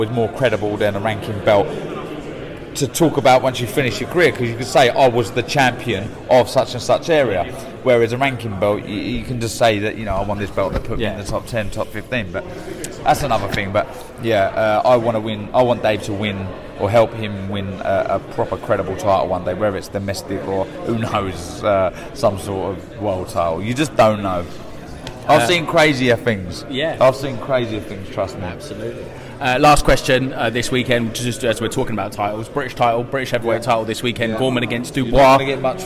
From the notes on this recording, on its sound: We were live at the open workout